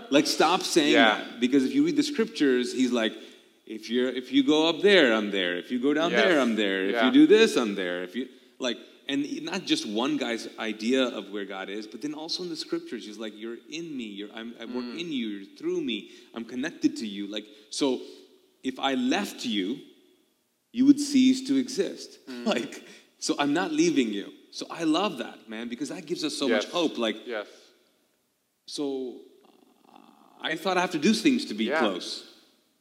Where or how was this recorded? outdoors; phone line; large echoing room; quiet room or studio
large echoing room